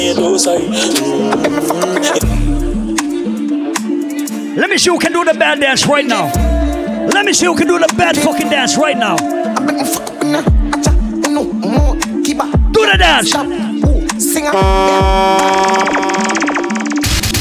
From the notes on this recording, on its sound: Live audio recording of my set at the Chill Weekend Mint Tea Brunch in Philly on July 8